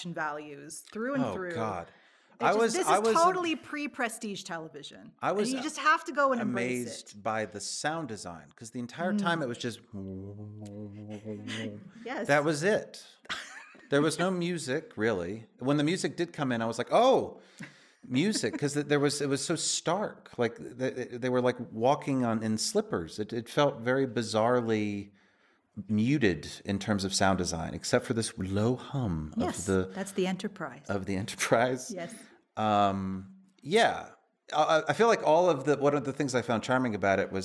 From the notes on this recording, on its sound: Q&A with LIVE AUDIENCE. This episode was recorded with a live audience from Bilkent Think Colorfully, Bilkent Wizards, and Bilkent Cinema Society.